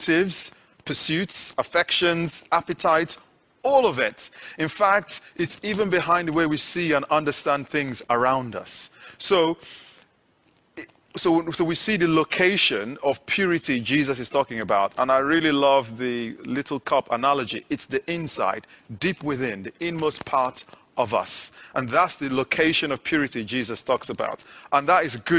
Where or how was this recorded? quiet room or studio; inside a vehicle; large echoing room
large echoing room